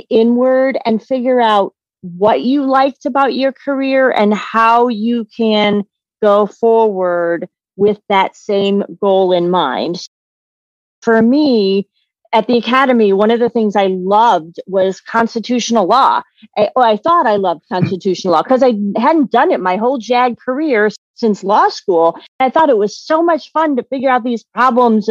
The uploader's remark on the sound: interview (via Zoom)